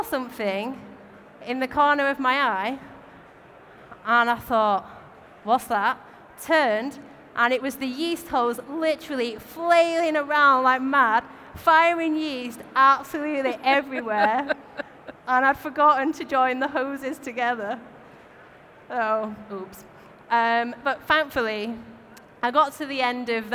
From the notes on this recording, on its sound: recorded at our Brewers Congress in London